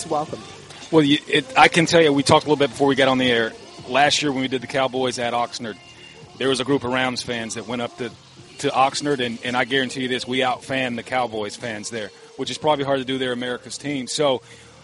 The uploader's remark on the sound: Live From Rams Camp